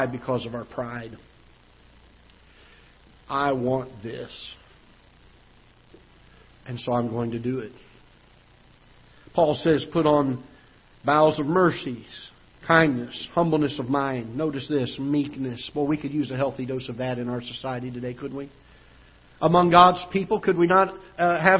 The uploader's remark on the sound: Ketha Heights Baptist Church ~ Live Broadcast